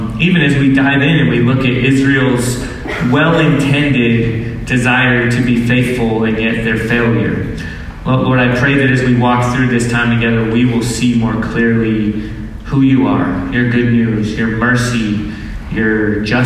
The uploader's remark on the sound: low-quality audio